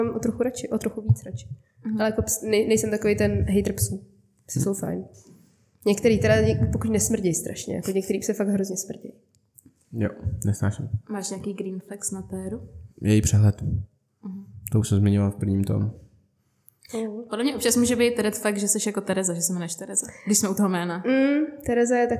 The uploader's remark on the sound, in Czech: Omlouváme se za zvuk